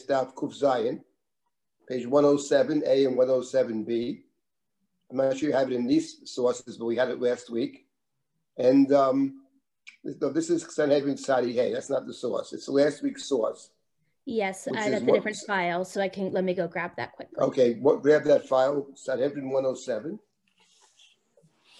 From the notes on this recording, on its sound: This audio was originally captured from Zoom.